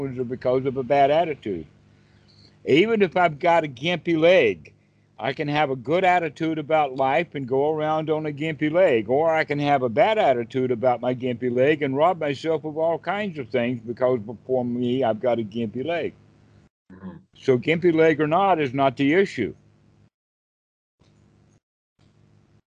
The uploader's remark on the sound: skype calls on this channel